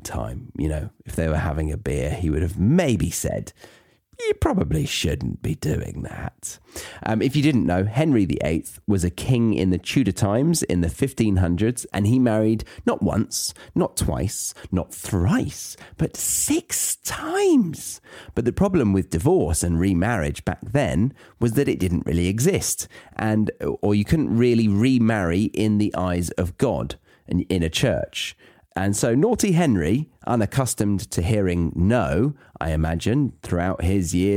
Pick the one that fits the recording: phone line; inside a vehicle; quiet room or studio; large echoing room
quiet room or studio